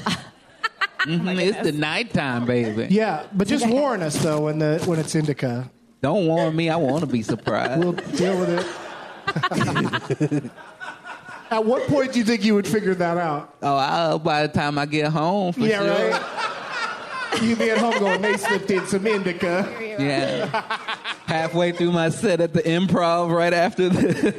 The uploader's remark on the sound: LIVE at the Troubadour!